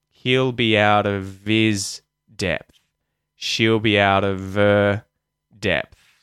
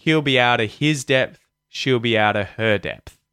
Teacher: With he'll and she'll, right, we'll use the possessive pronouns his and her, and we'll use H deletion. We'll drop the H's, and so the V sound will appear · Shown in: first take · because when we drop the H's from his and her, all of a sudden, those words start with a vowel sound, right?